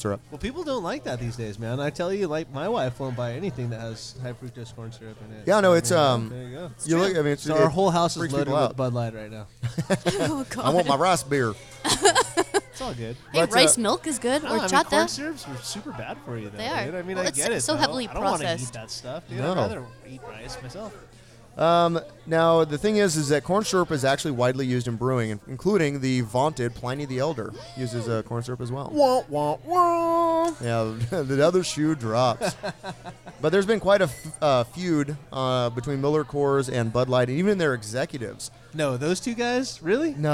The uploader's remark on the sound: live from a Firestone Walker Tap Takeover